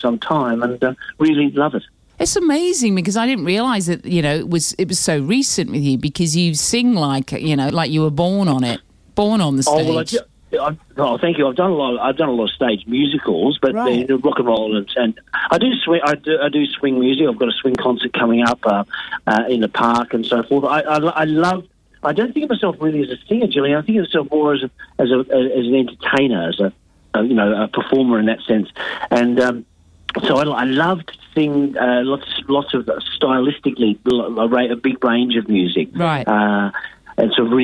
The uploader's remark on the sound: on the phone in his pyjamas